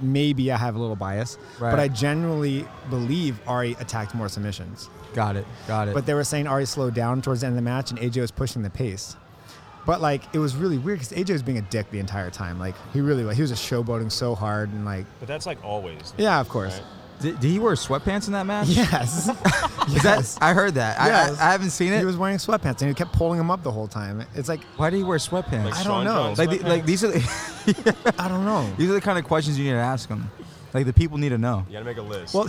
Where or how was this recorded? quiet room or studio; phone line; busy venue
busy venue